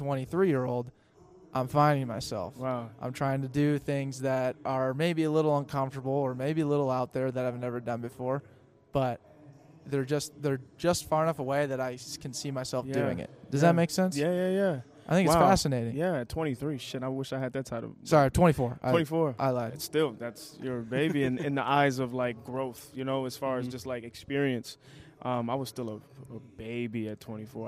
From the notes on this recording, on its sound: This is far from a typical episode as we hosted live from the Twin Cities Auto Show. We decided to try something different by asking patrons for "advice for 2 wildly average guys".